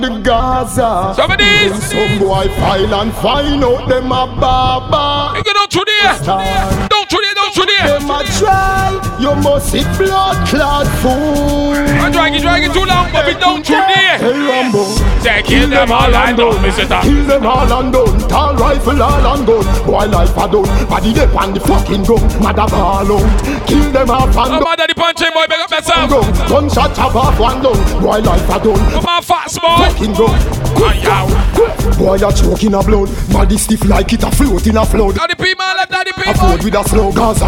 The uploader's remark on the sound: BDAY PARTY LIVE AUDIO